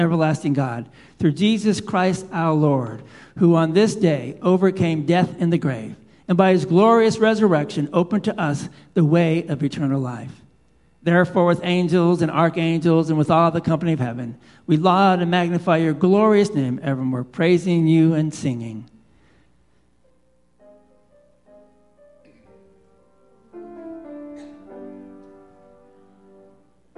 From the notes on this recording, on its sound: Live Worship Service